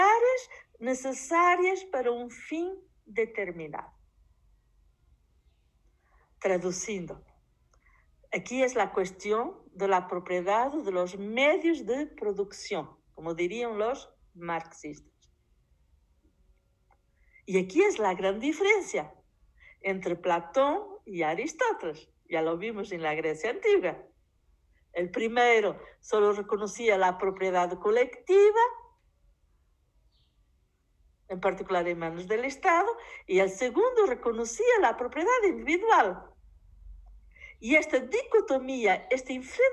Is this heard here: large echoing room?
yes